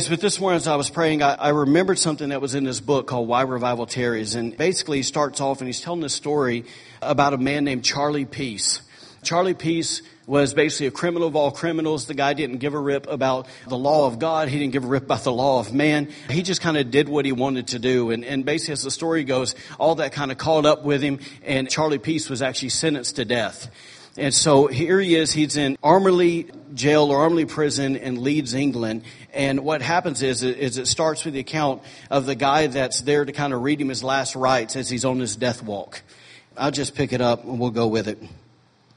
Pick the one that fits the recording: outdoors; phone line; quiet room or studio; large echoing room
large echoing room